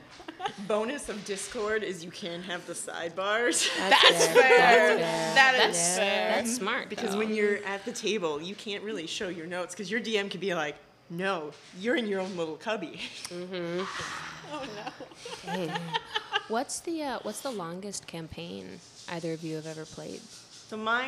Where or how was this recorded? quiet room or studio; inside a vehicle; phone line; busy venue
busy venue